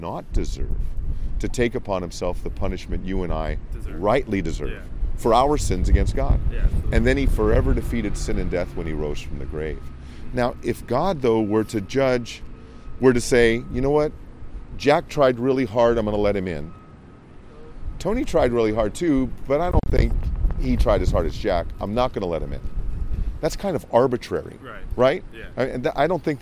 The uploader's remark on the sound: It was a very windy day. Please be patient with a little bit of wind noise. Ministered on the campus of Michigan State University.